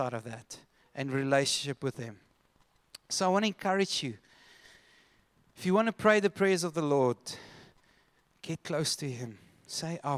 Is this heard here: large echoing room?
yes